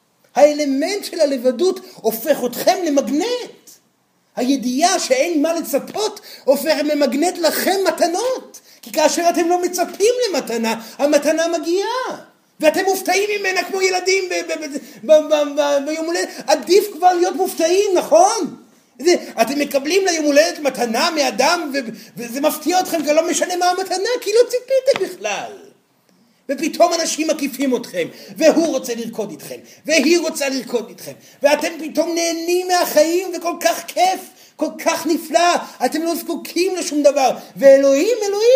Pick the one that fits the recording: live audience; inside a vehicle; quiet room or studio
live audience